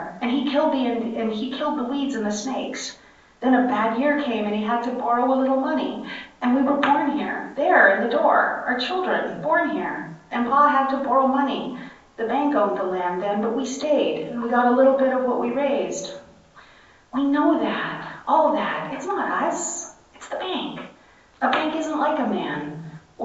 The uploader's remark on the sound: session recorded at Socialism 2022